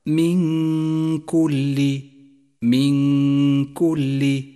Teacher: النون باللون الأخضر في مصحف التجويد إشارة إلى موقع الإخفاء والغنة، هذه الغنة يشترك فيها الخيشوم ومخرج الحرف الذي بعد النون، وهو هنا حرف الكاف، فيصير النطق هكذا: من كل من · وهو هنا حرف الكاف، فيصير النطق هكذا: من كل من كل، وهي غنة مرققة لأن حرف الكاف الذي بعد النون حرف مرقق والغنة تتبع ما بعدها. ثم لاحظ حرف الغنة في كلمة أمة